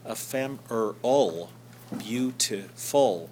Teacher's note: the most stressed syllables in those words are fem and bute, and they kind of swamp the stresses on the last syllables